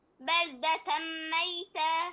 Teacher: هنا تنوين وبعده حرف الميم هنا إدغام بغنة